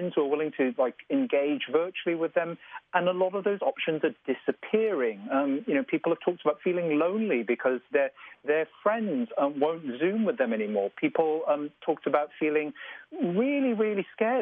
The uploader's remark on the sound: Immunocompromised people and caregivers of immunocompromised people called in to share their thoughts.